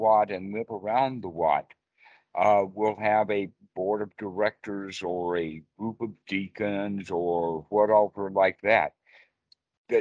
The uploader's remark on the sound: skype calls on this channel